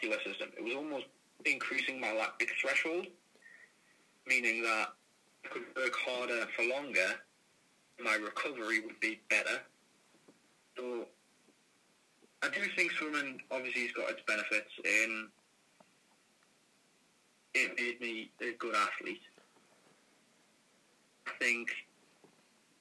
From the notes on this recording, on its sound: via a phoned in interview